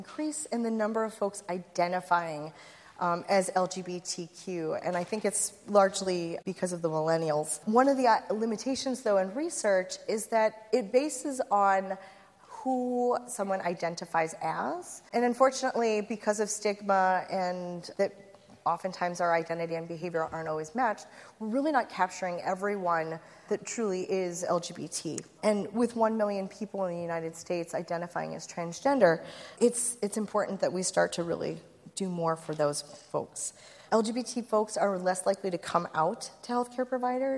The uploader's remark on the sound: At a recent live event recorded in Chicago